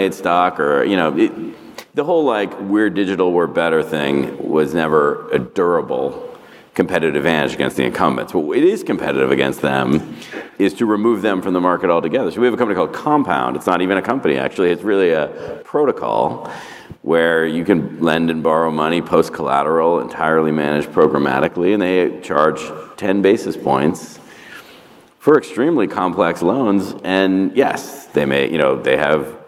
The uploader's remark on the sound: This recording is from Fintech Nexus USA (formerly known as LendIt Fintech USA) held at the Javits Center in New York City on May 25-26, 2022. It is from our Keynote stage.